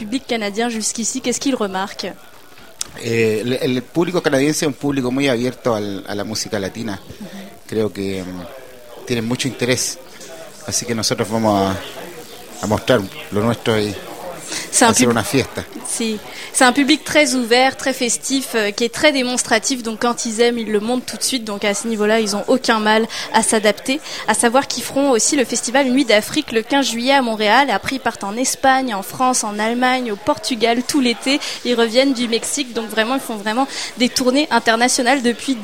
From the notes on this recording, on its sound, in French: Lors de leur passage au Festival d'été de Québec, sur les ondes de CKRL 89,1 en direct du bar Le Sacrilège.